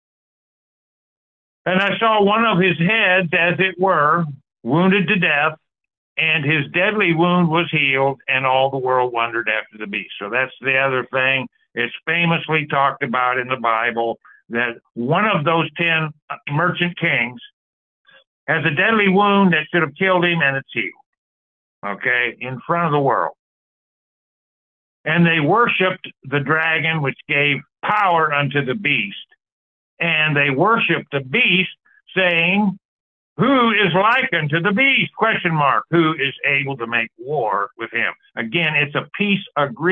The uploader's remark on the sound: The Sunday December 10, 2023 Call in Bible Study.